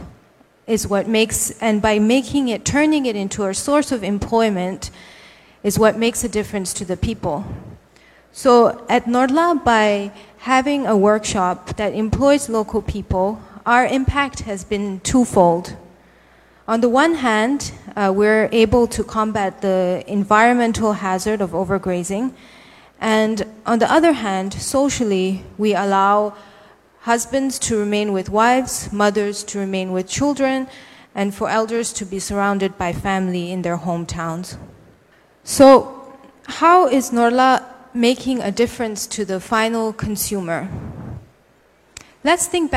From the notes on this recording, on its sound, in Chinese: 一席现场。